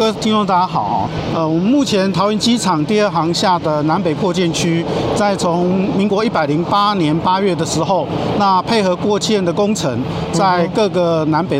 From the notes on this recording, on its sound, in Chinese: 這次走出錄音間，我們要帶大家前往桃園國際機場。以及實地體驗導覽活動，透過聲音紀錄與聽眾分享第一線的感受。